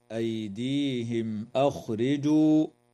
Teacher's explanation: وتظهر الميم الساكنة عند الهمزة